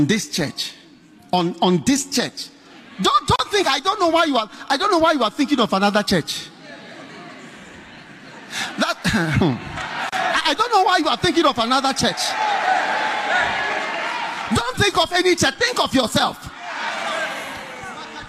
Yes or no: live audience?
yes